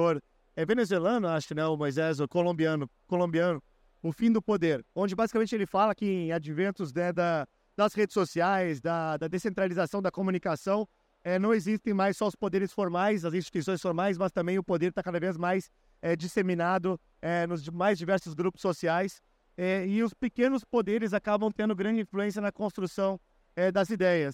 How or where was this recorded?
busy venue